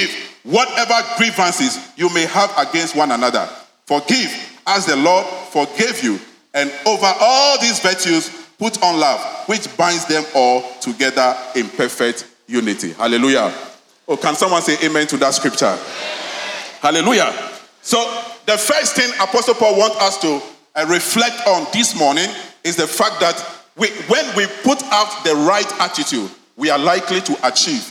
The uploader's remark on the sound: Sermon preached at CBC Shiashie Campus